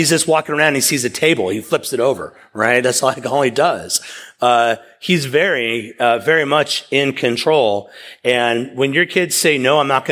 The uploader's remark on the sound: preached at East River Church